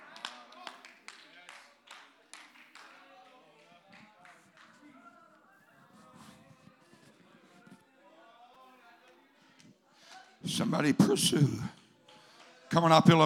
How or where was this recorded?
large echoing room